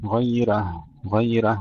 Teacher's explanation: عندما نرقق الراء لورش، لا نقلل الفتحة · Term: ترقيق الراء بدون تقليل